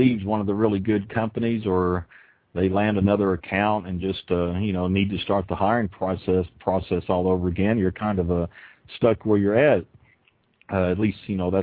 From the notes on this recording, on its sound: Opening up the phone lines to take callers questions. Truth About Trucking "LIVE".